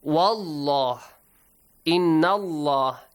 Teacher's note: the lam is pronounced heavily in the word